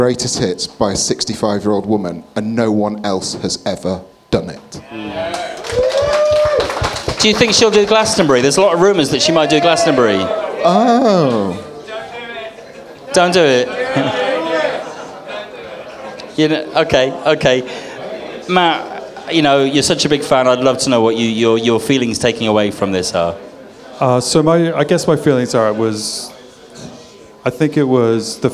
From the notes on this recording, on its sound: Recorded at the RVT on 21 October 2023. Joined by special guests on the stage and with a live link up to New York and LA.